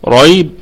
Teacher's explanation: طيب لا ريب، لا حرف نفي وهو مرقق ونقف عليه بوجه واحد مد طبيعي وقفا واصلا. ريب، الراء مفخمة في البدء والوصل، والياء حرف لين وصلا وهو عارض للسكون وقفا، يبقى حرف لين وصلا وهو مد لين عارض للسكون وقفا، ريب.